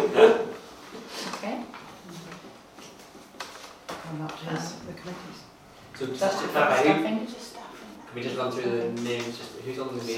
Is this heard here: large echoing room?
yes